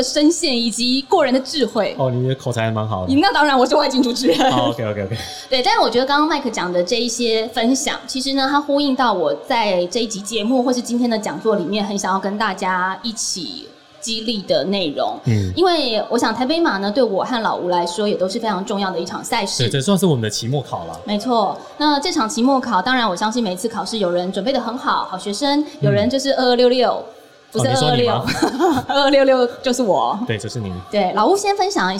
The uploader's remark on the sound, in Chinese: 馬拉松博覽會現場錄音實況。本集為博覽會現場實況錄音，收音效果較以往節目不同。舞台直接架設錄音器材，現場隨機找來賓，不NG完成一集節目。在馬拉松運動博覽會現場的實況錄音，來了許多親朋好友及素未謀面的忠實聽眾。